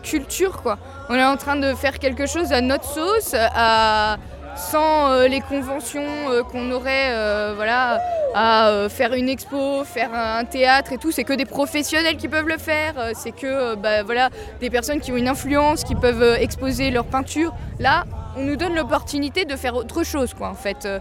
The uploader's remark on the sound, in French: Musique live &amp; orchestre, parvis &amp; coucher de soleil, montagne et micro tendu à une passante. Nous avons tendu notre micro au collectif Cultures essentielles en lutte - Isère qui mène l'occupation de la MC2. Musique live & orchestre, parvis & coucher de soleil, montagne et micro tendu à une passante : c'est aussi le son d'une scène nationale inaugurée par André Malraux en 1968.